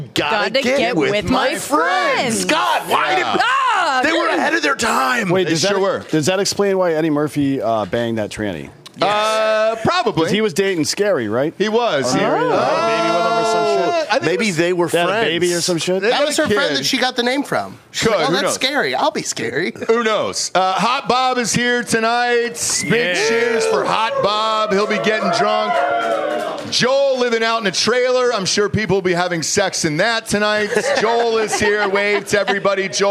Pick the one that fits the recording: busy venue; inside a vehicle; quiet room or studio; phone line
busy venue